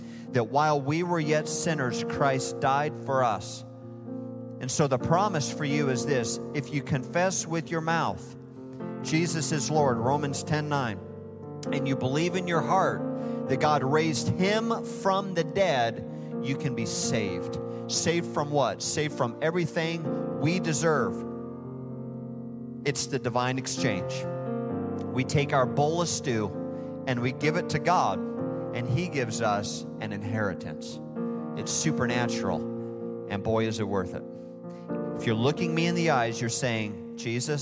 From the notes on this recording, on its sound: Recorded live at Hope Church in Springfield, Mo.